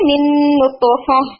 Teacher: سیم دیکھیں من نطفہ یہاں پر آ رہے، یہ بھی ادغام بغنہ کامل ہے، نون ساکنہ کے بعد نون ہے اور غنہ اکمل ہے